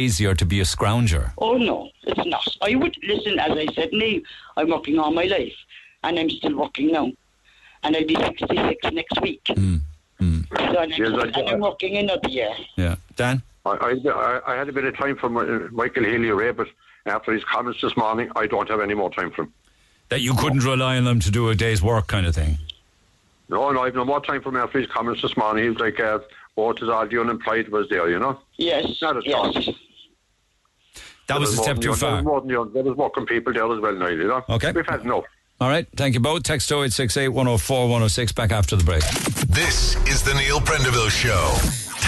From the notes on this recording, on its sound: then the actual bride involved called